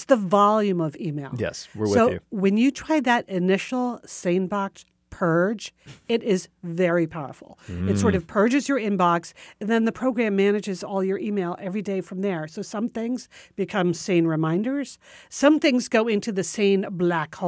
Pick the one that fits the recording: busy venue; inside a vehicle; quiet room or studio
quiet room or studio